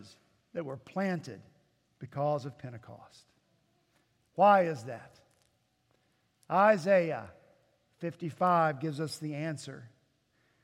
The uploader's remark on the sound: At Redeemer Presbyterian Church in Charleston, SC